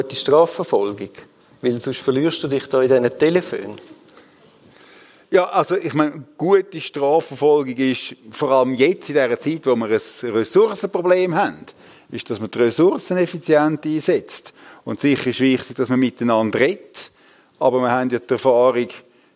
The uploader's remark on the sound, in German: Im Live-Podcast im Dolder Grand in Zürich